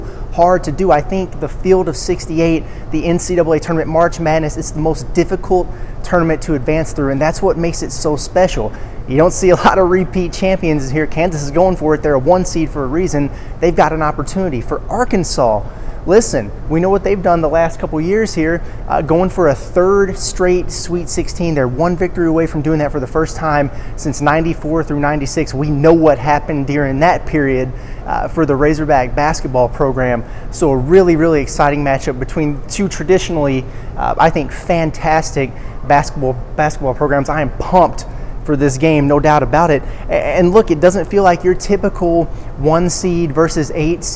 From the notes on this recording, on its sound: from Wells Fargo Arena in Des Moines for a live preview